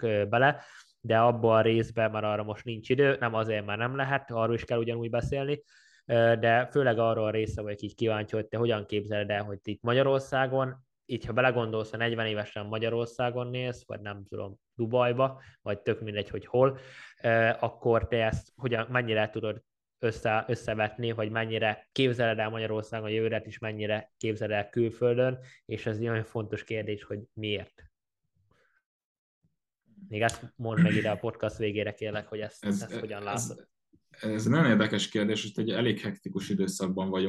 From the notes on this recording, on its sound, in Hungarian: az interjút ONLINE rögzítettük